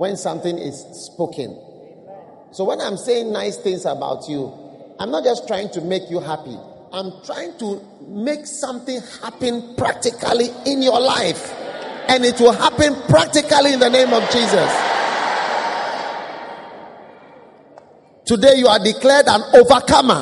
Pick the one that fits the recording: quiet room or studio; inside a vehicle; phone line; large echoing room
large echoing room